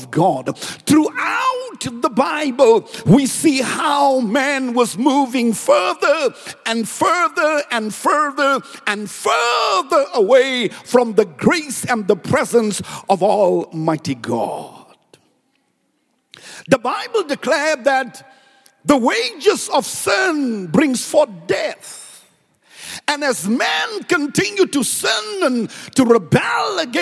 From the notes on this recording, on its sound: preached at Grace Bible Church Pimville